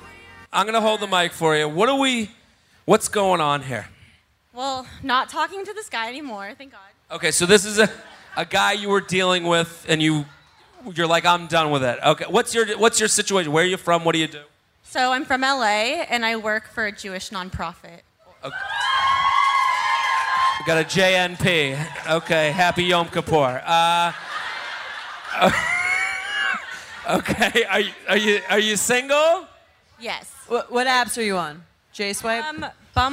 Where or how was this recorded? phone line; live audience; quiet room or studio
live audience